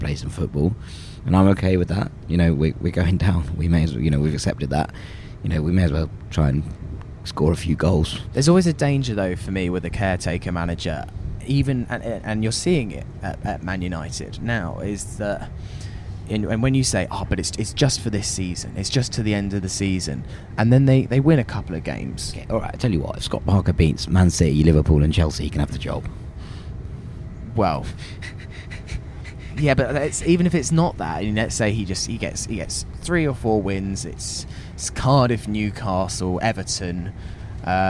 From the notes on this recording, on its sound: Recorded on the train back from the South Coast.